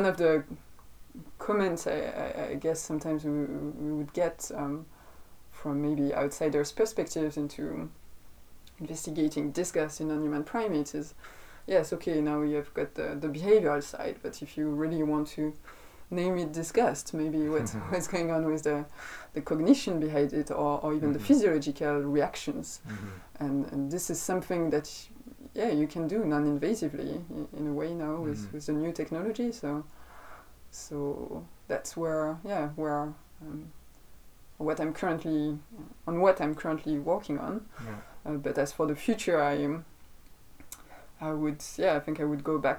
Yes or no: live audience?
no